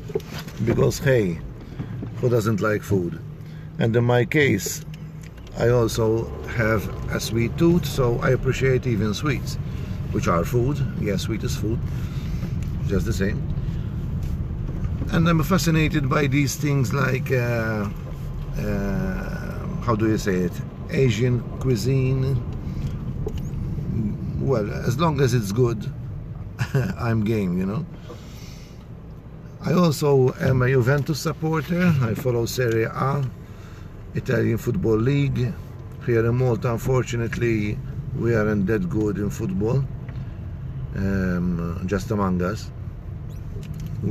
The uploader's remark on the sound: My 1st podcast! ...from my car. Podcasting for the first time from my car.